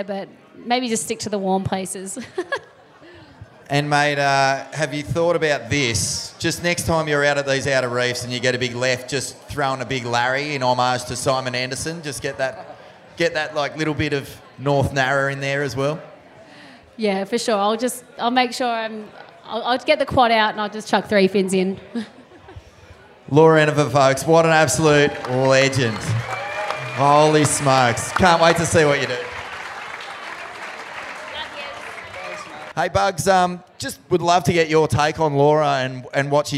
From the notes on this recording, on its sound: Live from the Usher Cup President's Dinner